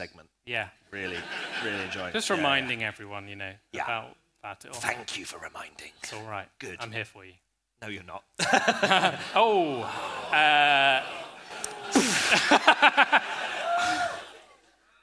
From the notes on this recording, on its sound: Our first ever P1 Live Show at Leicester Square Theatre in London!